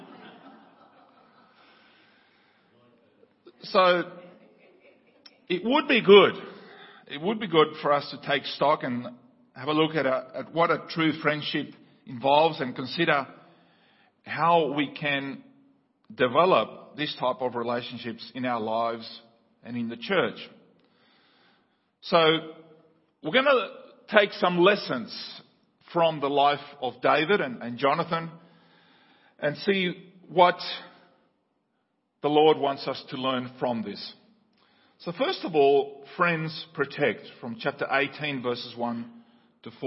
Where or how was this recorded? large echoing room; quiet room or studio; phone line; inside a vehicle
large echoing room